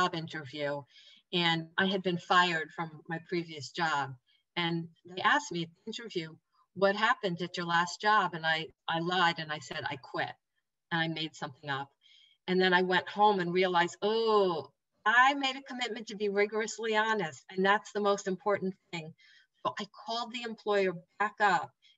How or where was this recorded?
video call